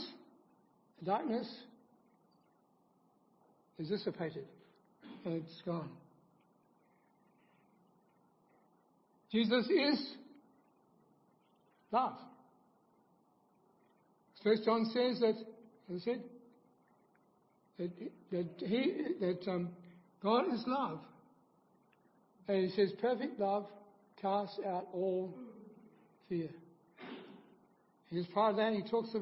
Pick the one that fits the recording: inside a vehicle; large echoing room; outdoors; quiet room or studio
large echoing room